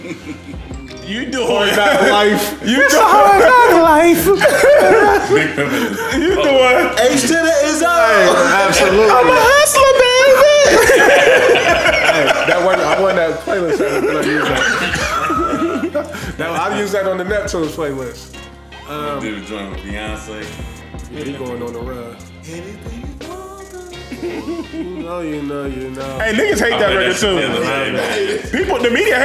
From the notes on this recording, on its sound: Live at the Funny Bone.